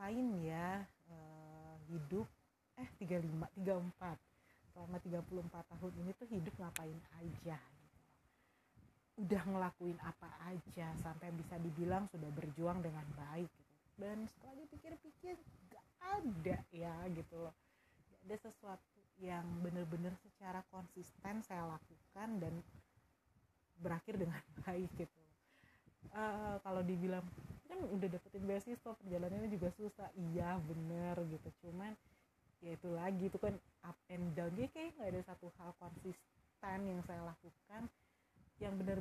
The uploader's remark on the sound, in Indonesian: Sorry kalau suara rekamannya raw banget. Soalnya impulsif aja rekaman dan upload.